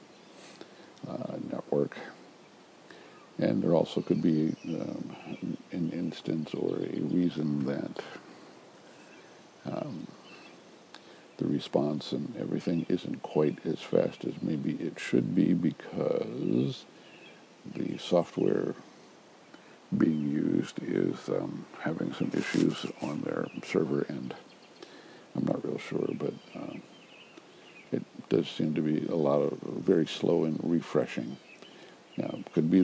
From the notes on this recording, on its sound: Recorded early this morning while sitting outside on our deck.